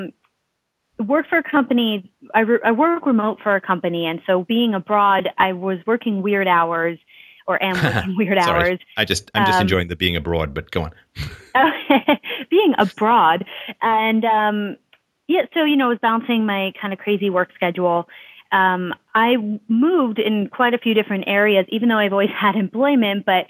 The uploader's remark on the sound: Call In Show